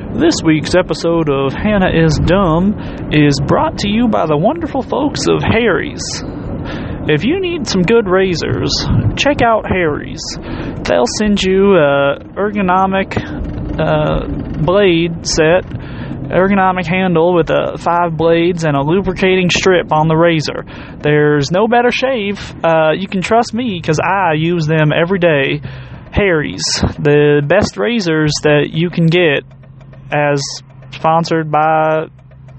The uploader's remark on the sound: Thoughts from the car